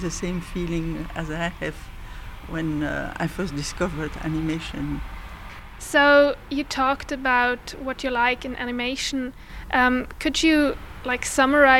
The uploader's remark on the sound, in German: Festivalausgabe live aus dem Merkerareal in Baden.